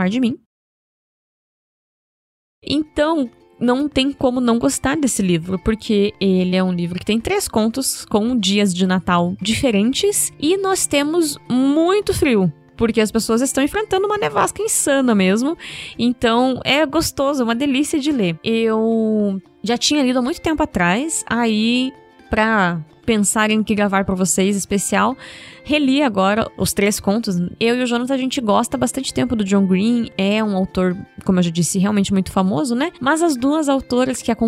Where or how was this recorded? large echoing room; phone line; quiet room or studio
quiet room or studio